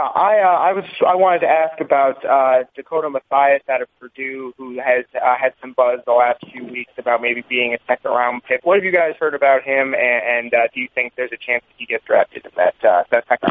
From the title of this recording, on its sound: Conference Call